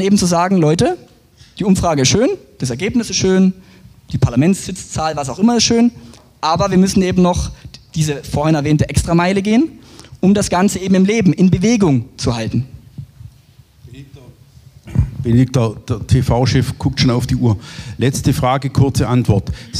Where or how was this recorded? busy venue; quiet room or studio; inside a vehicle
busy venue